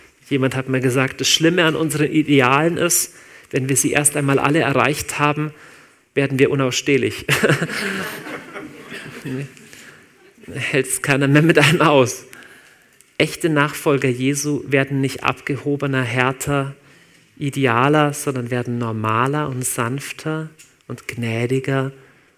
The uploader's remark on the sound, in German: Live aus Winterthur der Dienstagsgottesdienst